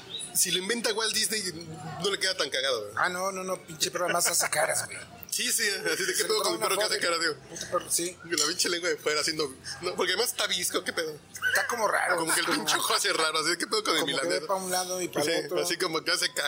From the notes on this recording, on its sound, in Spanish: Al viejo estilo de la grabadora sobre la mesa. En una escapada exprés a Casa Regia y sin más planeación que unos deliciosos tacos de lechón grabamos.